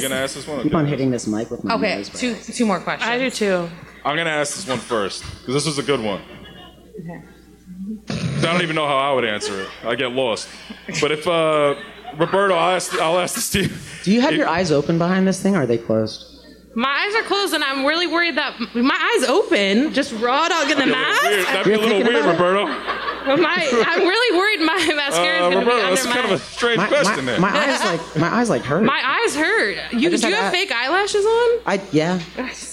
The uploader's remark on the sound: LIVE SHOW IN NYC. We’re still not over our first live podcast show in NYC!! Live Ask Away segment with the audience.